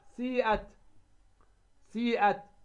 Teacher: الياء سيئت، سيئت، لاحظ السين ما بها، ما بها مكسورة، حركتها الكسرة، وجاءت بعد الياء، وهي الياء هنا من حروف المد، جاء بعدها ماذا الهمزة، وهو مد فرعي متوقف ماذا على سبب، وهو الهمزة